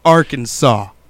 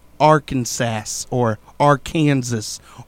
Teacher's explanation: the A in each syllable with the Italian sound, and the accent on the first and last syllables · Shown in: first take